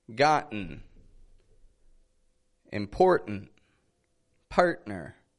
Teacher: Notice I'm not really pronouncing a T in any of those. Partner. I'm not saying partner, but partner. · Term: glottal T